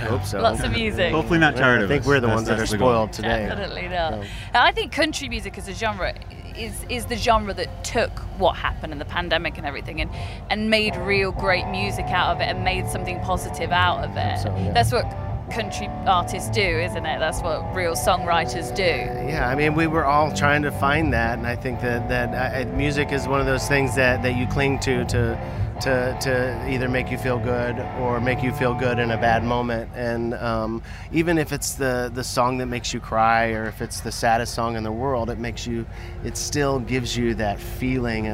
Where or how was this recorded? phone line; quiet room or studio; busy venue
busy venue